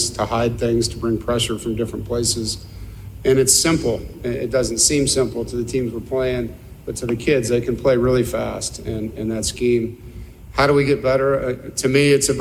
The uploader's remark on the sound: FULL NC STATE PRESS CONFERENCE, ACC KICKOFF 2022